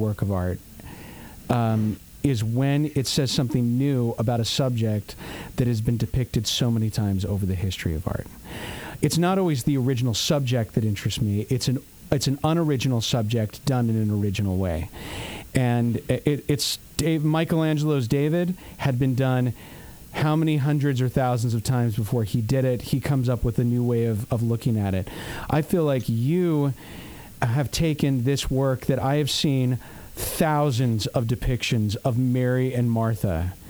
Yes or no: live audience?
no